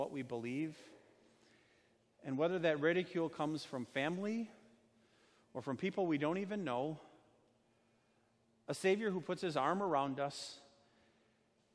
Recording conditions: large echoing room